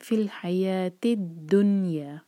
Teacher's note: الا خزی فی الحیات الدنیا، یہ جو ورڈ ہے الدنیا، جیسے ہم اردو میں دنیا کہتے ہیں ایسا نہ ہو. نون پر دیکھیے سکون ہے، وہاں پر کسرہ جیسی آواز نہیں آنی چاہیے